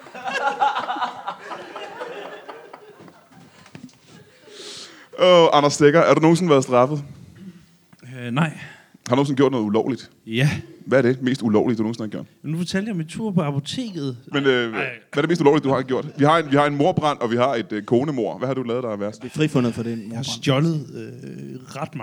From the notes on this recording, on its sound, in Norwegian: LIVE fra Mojo Blues bar.